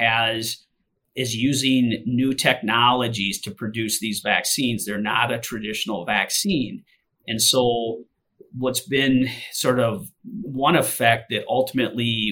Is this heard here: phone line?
no